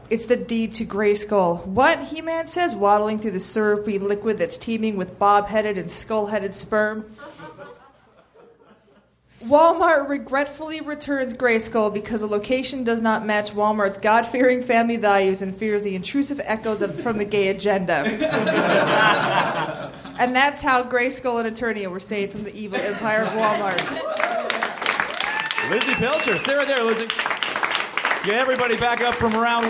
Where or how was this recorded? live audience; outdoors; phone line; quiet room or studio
live audience